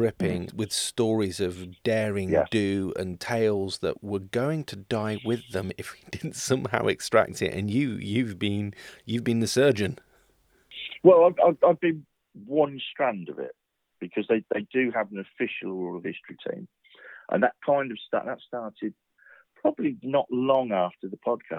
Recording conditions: phone line